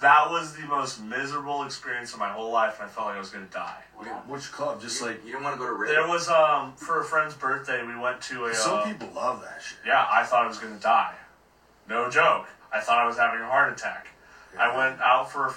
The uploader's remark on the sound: Unfortunately there was a technical issue with the video and it did not get recorded properly. This isn't a good audio capture.